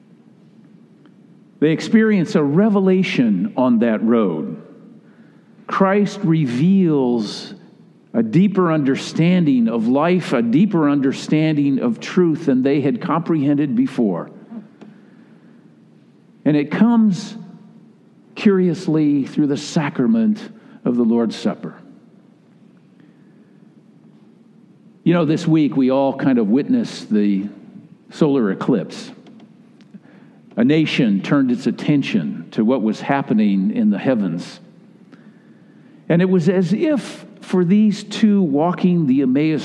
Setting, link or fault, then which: setting, large echoing room